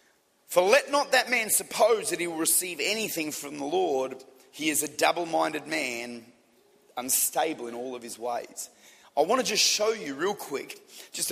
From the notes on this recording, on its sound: Recorded at Lifepoint Church, Adelaide, Australia - City Campus.